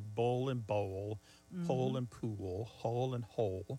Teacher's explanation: hole and pool, hole and hole, they all end in that L sound, and that L at the end of the syllable is what is known as a dark L. So the physical act of pronouncing that dark L kind of requires the back of the tongue to raise toward your soft palate. And that movement of the tongue pulls the vowel that comes before the L in a new direction.